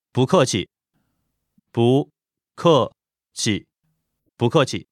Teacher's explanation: The tones for this are second tone, 不, fourth tone, 客, and no tone, 气. Like I said before, 不 normally is fourth tone, but when followed by another fourth tone, it becomes second tone.